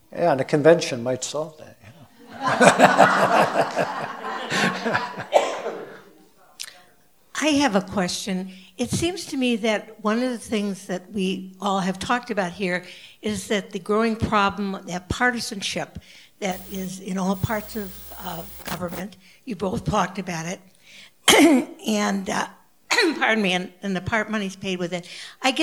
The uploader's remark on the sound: Answer questions from the audience following their presentations. Recorded and edited by Minds' Eye Radio.